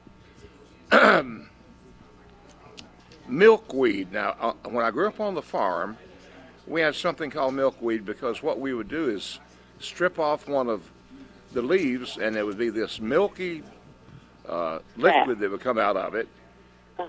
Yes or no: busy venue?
yes